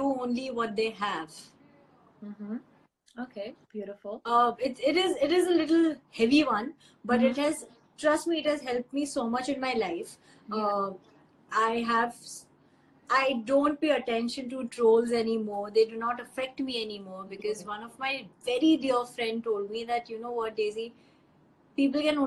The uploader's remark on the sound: Instagram Live